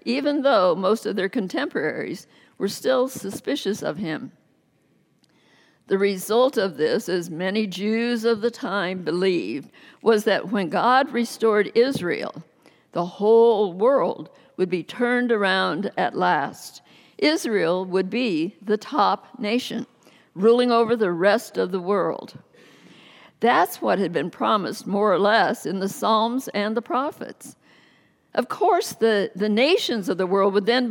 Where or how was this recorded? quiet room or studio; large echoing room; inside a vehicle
large echoing room